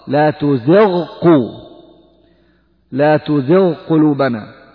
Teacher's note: خلص الغين ثم انتهي بعد ذلك من بعد الانتهاء من الغين تبدأ بالقاف